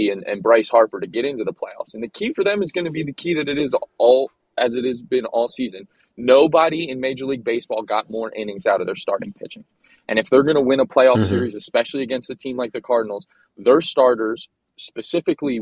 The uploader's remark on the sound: Coming live from the Honda Accord